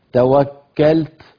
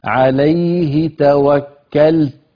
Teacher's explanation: فعلينا أن نسكن اللام ثم نأتي بشدة التاء ثم همس التاء